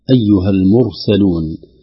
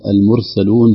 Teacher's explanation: يراعى تفخيم الراء الساكنة بعد الضم · Shown in: first take · خوفنا نقول المرسلون هكذا بترقيق الراء، لأن الراء حرف يفخم تارة ويرخى تارة، إذا كان ساكنا يتبع ما قبله، وقبله الآن مضموم، إذا فتفخم أو يفخم حرف الراء.